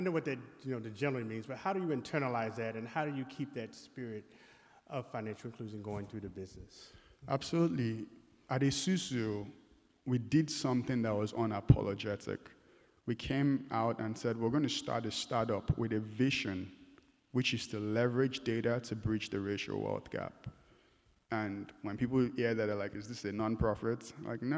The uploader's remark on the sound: This conversation presents a fireside chat from AfroTech Executive Brooklyn 2023.